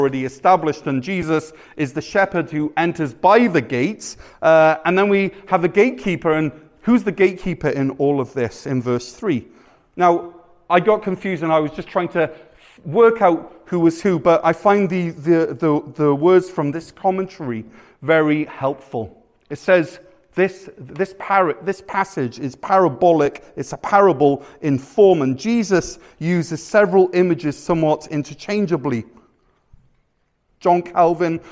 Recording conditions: large echoing room